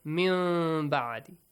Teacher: you change the sound of tanween into a hidden meme sound · Term: iqlab